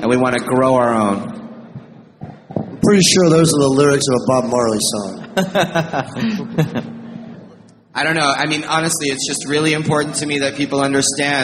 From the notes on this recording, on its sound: In the second of two episodes recorded live on stage at the 2019 Hawaii Cannabis Expo in Honolulu.